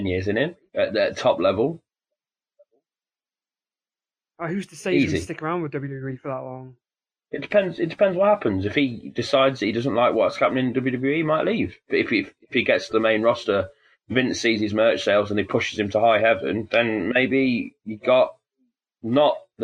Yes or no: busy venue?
no